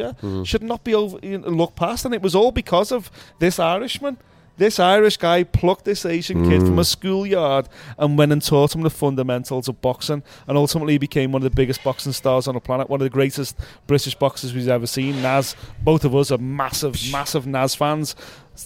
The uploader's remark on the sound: We recorded this one in a bar at 1am and one of us had a few to drink!